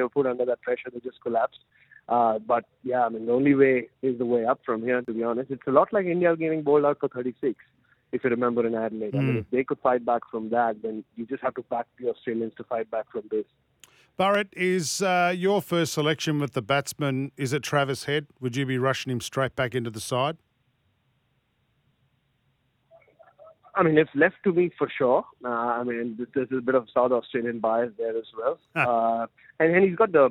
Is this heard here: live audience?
no